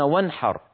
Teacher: فجاء بعد النون مثلا حاء كقوله وانحر، يظهرون النون